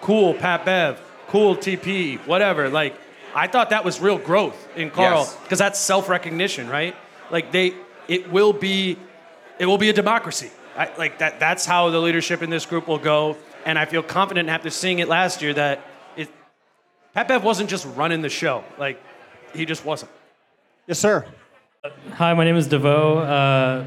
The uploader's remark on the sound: At a PACKED Headflyer Brewing. Answer audience questions in front of a large crowd at Headflyer Brewing.